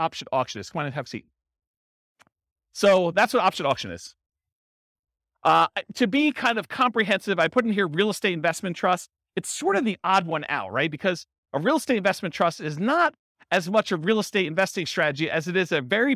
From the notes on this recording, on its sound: This was a live class recorded